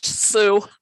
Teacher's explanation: For example, in contrast, say to the S, an S sound, like English Sue, which has noise centered around higher frequencies